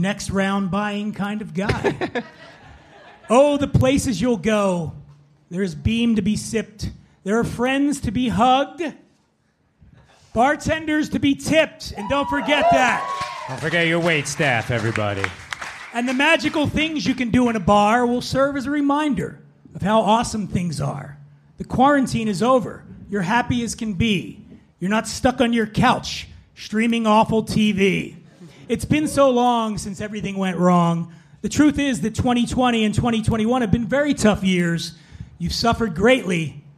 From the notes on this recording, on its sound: Live from The Stand Comedy Club, NYC. We celebrate a return to semi-normalcy with a live recording at The Stand Comedy Club in New York City.